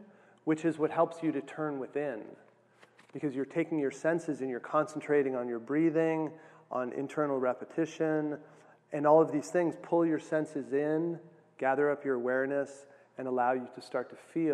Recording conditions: live audience